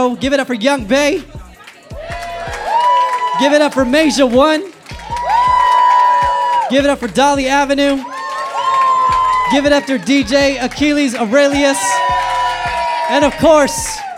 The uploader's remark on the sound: Uprising & TRAKTIVIST present: #representAsian LIVE - A night of live entertainment. This episode is a pre-recorded taping of TRAKTIVIST Radio on DASH Radio at 18 Social - Hotel Indigo in Los Angeles, California.